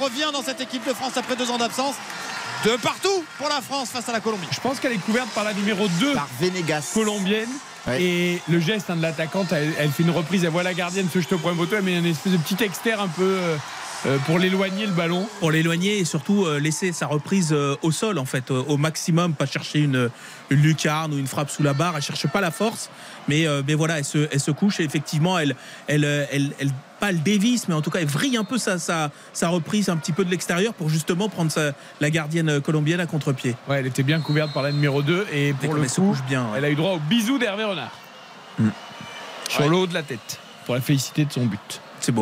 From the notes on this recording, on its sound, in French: en direct du stade Bollaert